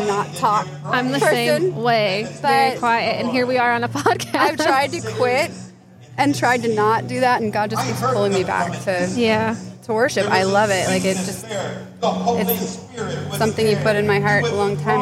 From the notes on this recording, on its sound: LIVE at Healing Night in West Palm Beach. Check out the live healing event we were able to attend.